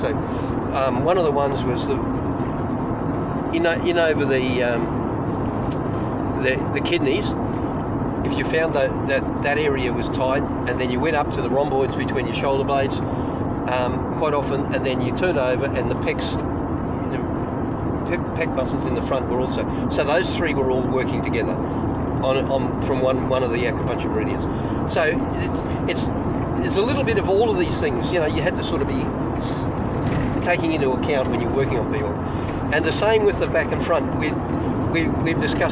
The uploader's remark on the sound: as they drive from Brisbane to Winton as part of the Dinoskeptic Roadtrip